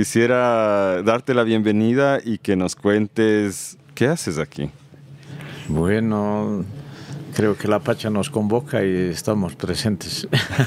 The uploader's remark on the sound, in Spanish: Notas regenerativas desde el Festival FAMA.